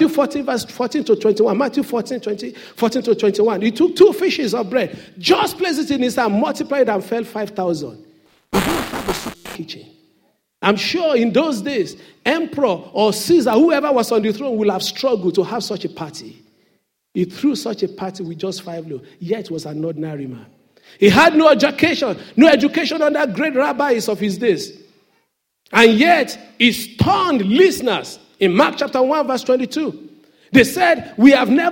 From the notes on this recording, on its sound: Sunday Service message preached by pastor. RCCG Aberdeen, UK.